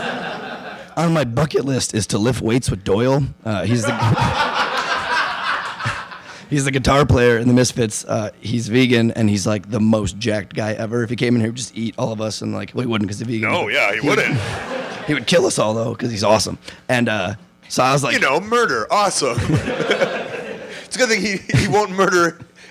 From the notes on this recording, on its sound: Gainesville LIVE. Live from FEST in Gainesville, FL.